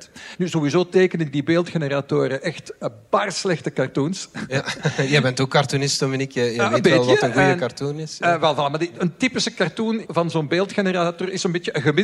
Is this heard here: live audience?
yes